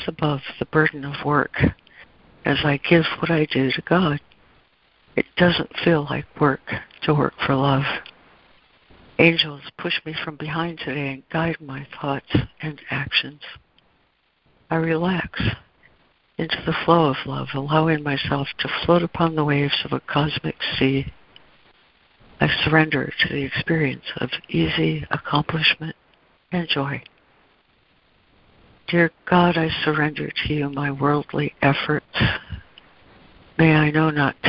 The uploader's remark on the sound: ACIM Daily Conference Call